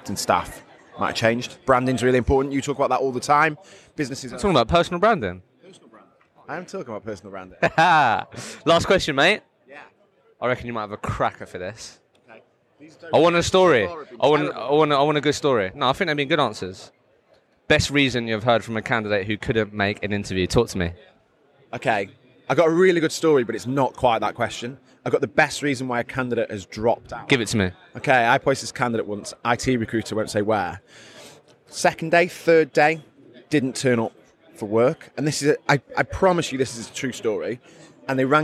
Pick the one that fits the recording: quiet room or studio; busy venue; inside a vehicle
busy venue